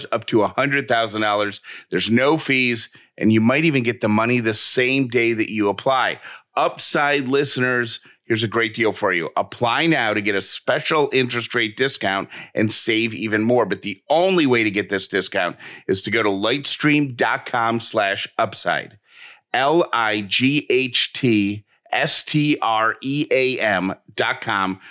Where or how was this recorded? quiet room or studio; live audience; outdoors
quiet room or studio